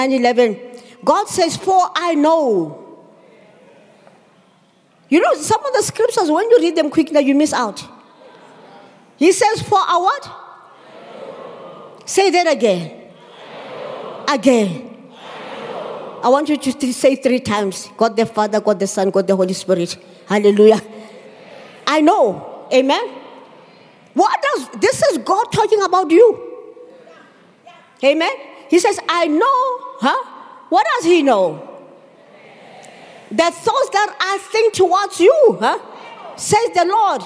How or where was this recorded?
live audience